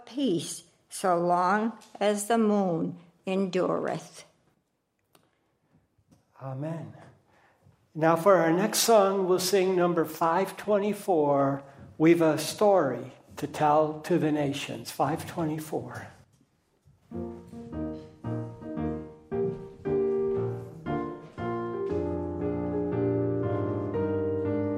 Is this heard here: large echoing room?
yes